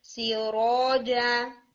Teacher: جو را ہے وہ ہیوی ہوتا ہے جب وہ فتحہ کے ساتھ آئے